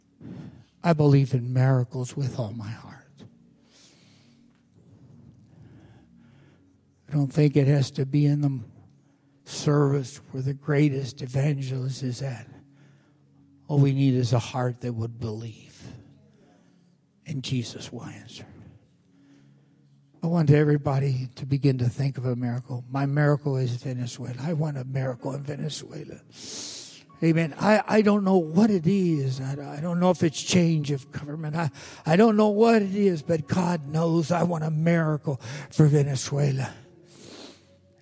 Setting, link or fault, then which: setting, large echoing room